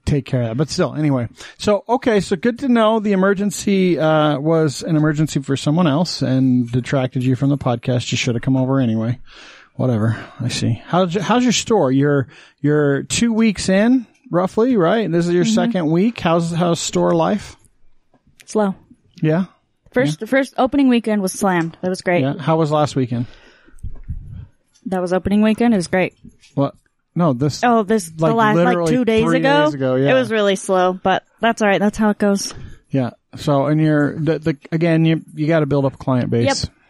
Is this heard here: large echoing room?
no